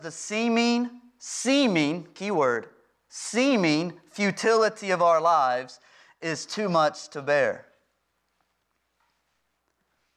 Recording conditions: large echoing room